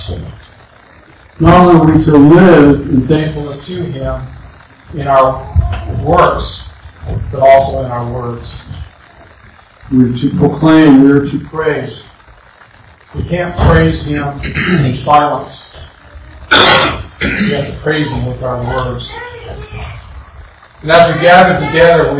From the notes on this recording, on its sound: Once again, I apologize for the bad audio quality.